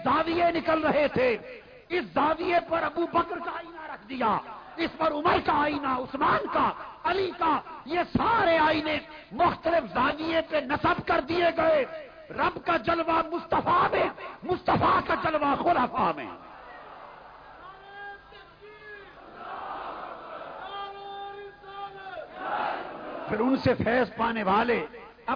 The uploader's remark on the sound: Place: Data Darbar, Lahore. A speech delivered at Data Darbar , Lahore.